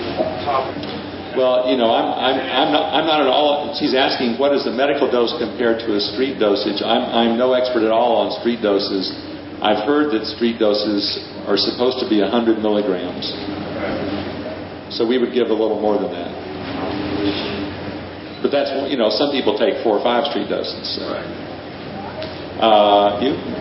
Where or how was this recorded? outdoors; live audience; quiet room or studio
live audience